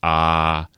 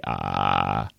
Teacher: irregularity in the amplitude of the wave and irregularity in the period of the wave · Shown in: second take · Term: creaky voice